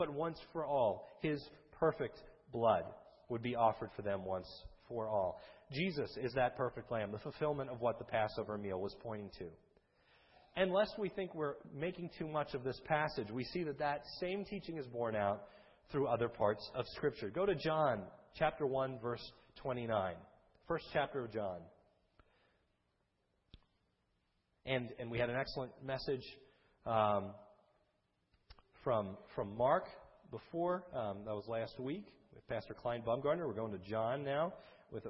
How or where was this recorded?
large echoing room